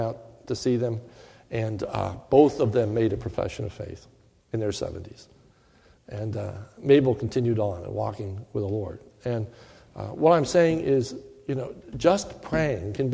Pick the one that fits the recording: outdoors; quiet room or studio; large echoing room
large echoing room